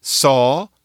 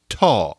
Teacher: You put your tongue in more or less the same place. S is the hissy version. T is when you stop it. Well, the stopping is what you learn earlier when you're doing things like saying ta-ta, da-da, those very early words.